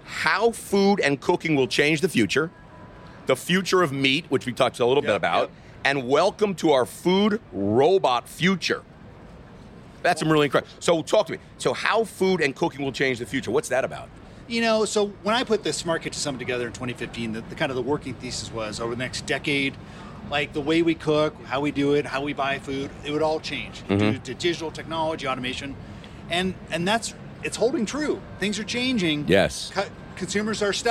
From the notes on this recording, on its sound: Best of On the Road. The guys said they have been fortunate to have been able to record the show on site at industry trade shows like Winsight, EnsembleIQ, The Spoon, Franchise Times, and Networld Media Group.